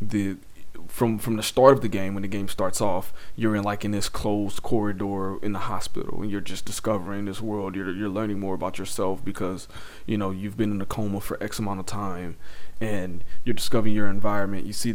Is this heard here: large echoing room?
no